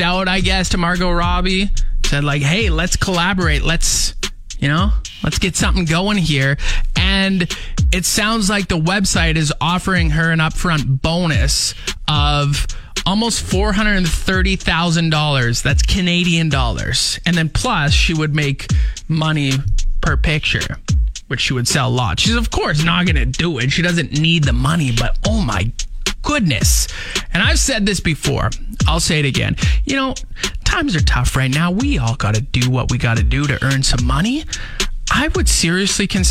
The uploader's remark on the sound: chat on the phone